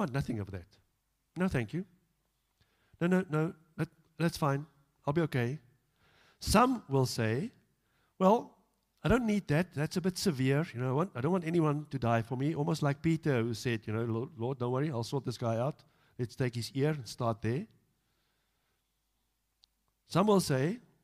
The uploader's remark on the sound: Evening Worship Service - 10 July 2022